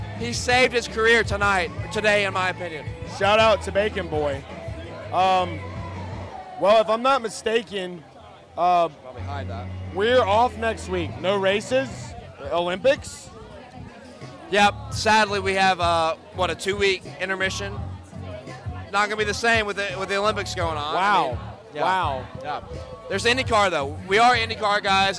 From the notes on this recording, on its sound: LIVE At Faster Horses Music Festival. LIVE on the Garage Guys NASCAR Podcast at Faster Horses Music Festival in Brooklyn Michigan.